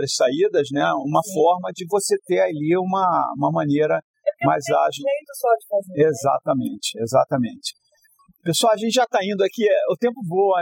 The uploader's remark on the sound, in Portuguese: Este Podcast foi gravado presencialmente durante o Congresso HEMO de 2022.